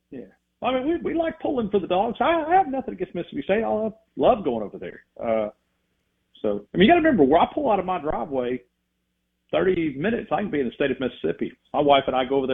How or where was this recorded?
phone line